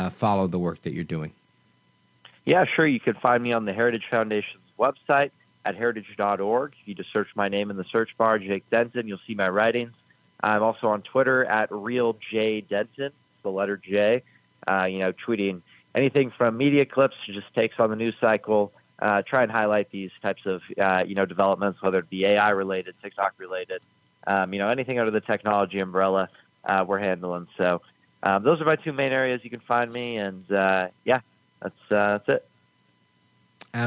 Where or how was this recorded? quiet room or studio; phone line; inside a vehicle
phone line